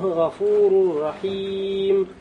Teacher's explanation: Здесь за слово «гафурун» танвин вошел в букву «ро», то есть «идгомун» «камиль». «Бигойри гунна» уходит, да, буква, и уходит его качество.